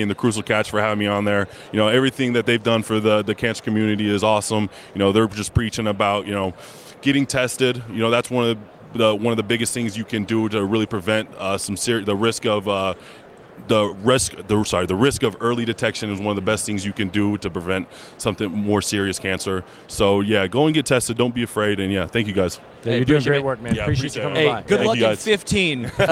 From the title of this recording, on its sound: Live from Super Bowl LVII - Day 3